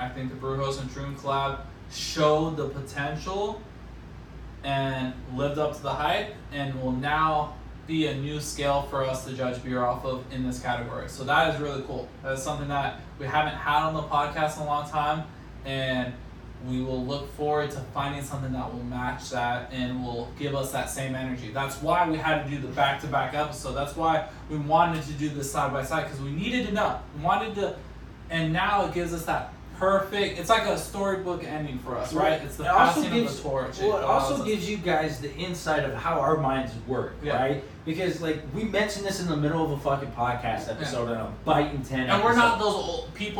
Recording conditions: phone or laptop microphone